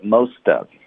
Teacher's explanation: 所以 most of 会连读，特的音会浊化